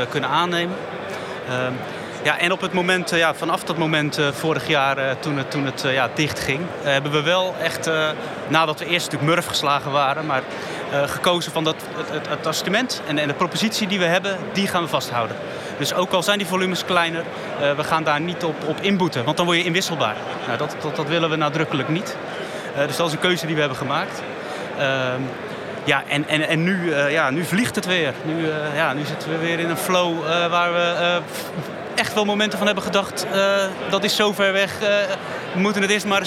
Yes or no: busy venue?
yes